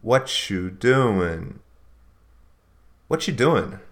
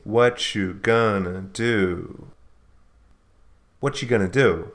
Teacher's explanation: natives often omit the R in what are you, leaving what you